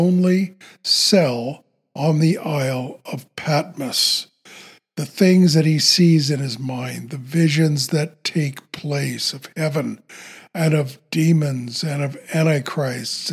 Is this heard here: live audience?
no